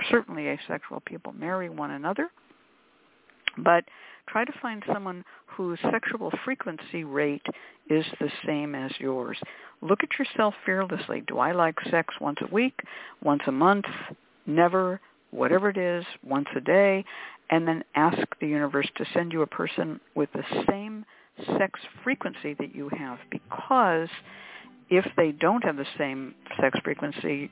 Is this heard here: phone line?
yes